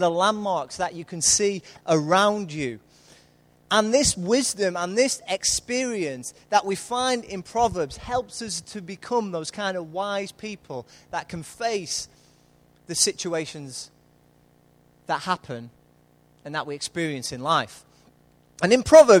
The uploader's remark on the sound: Recorded live at Life Church Lancashire on Sunday 20th July 2014.